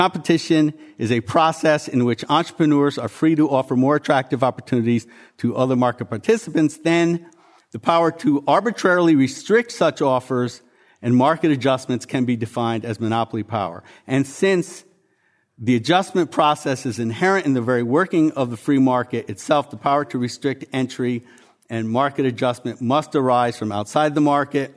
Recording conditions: live audience